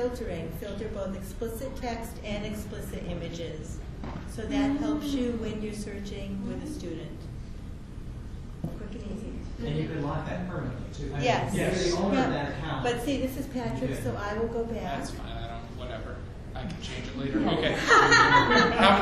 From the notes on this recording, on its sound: A round robin resource sharing event conducted during the Chicago ATIA 2010 Conference. Lucky for us they had the foresight to make an audio recording of the event!